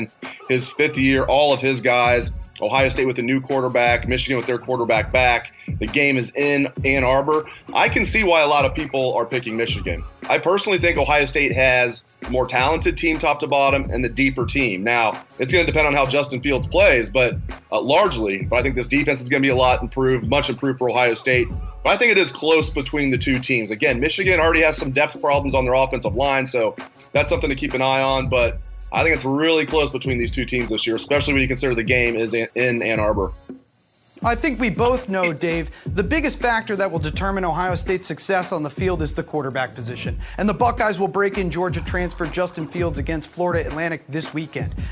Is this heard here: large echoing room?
no